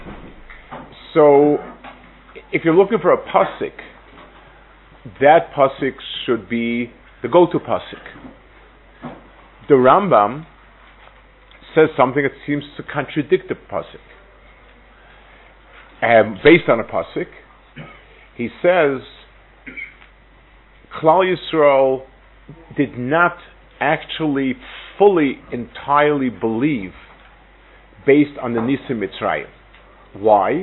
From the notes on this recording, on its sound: Delivered at Netiv Aryeh. Israel Trip 5784.